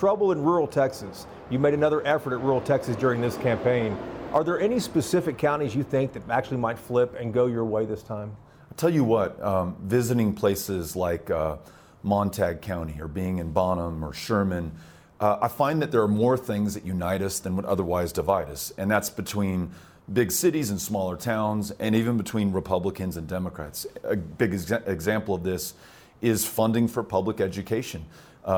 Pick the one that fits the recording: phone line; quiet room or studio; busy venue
busy venue